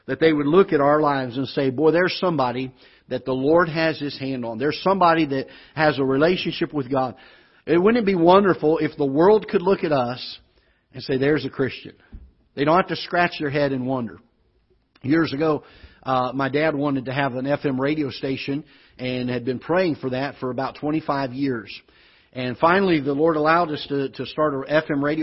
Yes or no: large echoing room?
yes